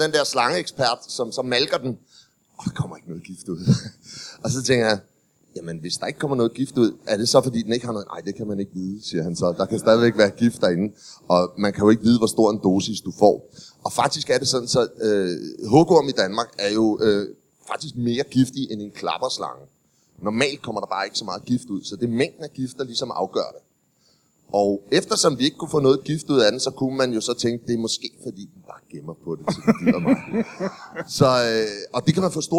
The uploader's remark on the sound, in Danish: LIVE fra Comedy Zoo København